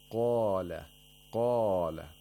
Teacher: Qaf is pronounced with tafkhim, the mouth opening vertically.